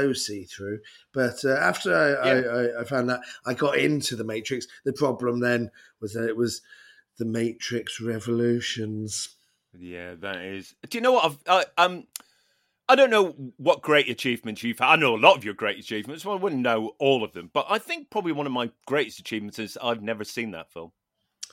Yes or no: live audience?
no